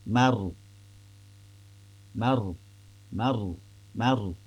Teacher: Jadi ma-nya sendiri masih tipis tapi ro sukunnya tebal.